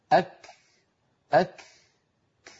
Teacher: هل سمعتم هذا النفس الذي تبع حبس صوت الكاف